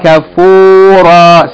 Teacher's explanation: Okay, if we stop or pause on it, we're going to pronounce it as though that aleph written after it is elongating the fatha. No noon sound, just fatha followed by aleph, elongation.